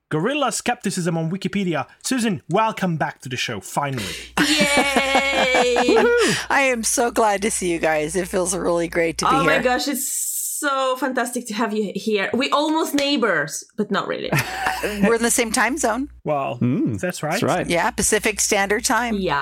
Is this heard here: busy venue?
no